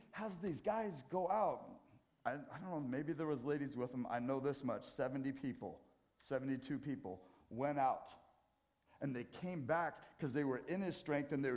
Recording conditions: large echoing room